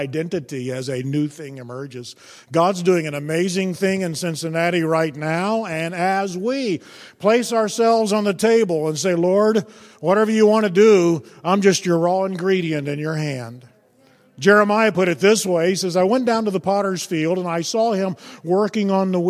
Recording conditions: large echoing room